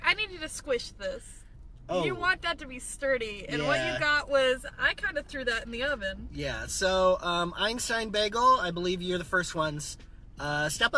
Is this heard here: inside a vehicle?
yes